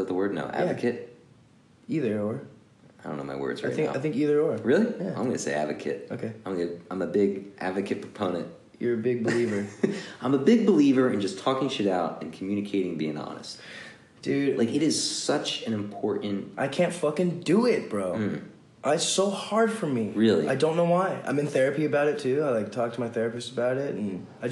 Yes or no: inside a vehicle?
no